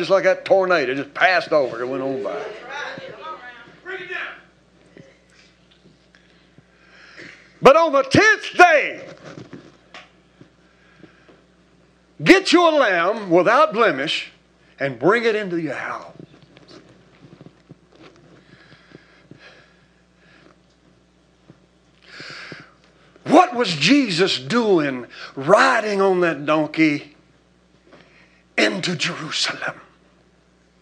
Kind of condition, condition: setting, large echoing room